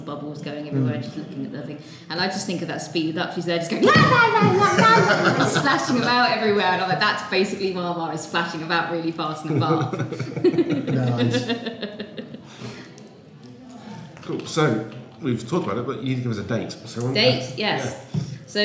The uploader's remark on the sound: shows recorded at Hide N Geek for Free Comic Book Day 2016